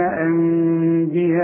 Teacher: تقتلون انبياء، عندك نون فوق هميم، بيقول لك النون اللي فوق هميم، النون السكنة اللي فوق هميم هيجي بعدها به، بيقول لك لو سمحت اقلب النون الى مين واخفيها وغنها · Term: اقلاب مع الاخفاء